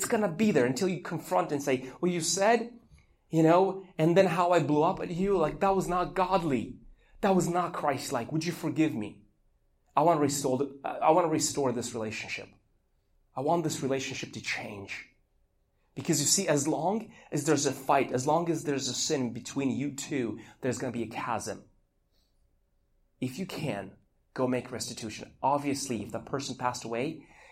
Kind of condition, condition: setting, large echoing room